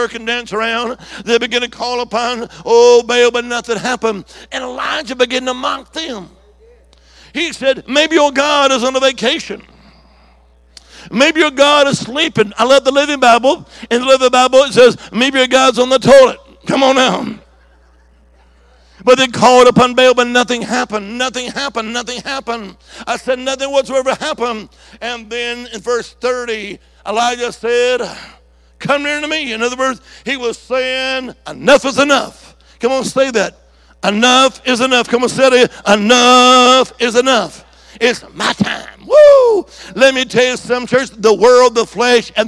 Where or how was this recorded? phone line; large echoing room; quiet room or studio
large echoing room